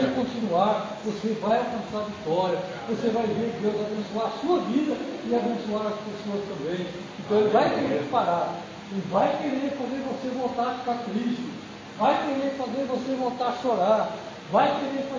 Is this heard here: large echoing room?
yes